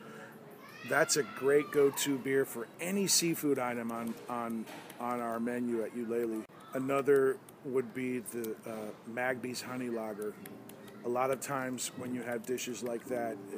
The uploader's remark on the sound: LIVE Ulele Spring Brewery